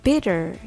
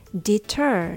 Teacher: う実はアクセントの位置がどこにあるかによって音が変化します例えば bitter と deter の違いは2つの音節のうちどちらにアクセントがあるかです bitter にはアクセントが最初の音節にあります deter にはアクセントが後の音節にあります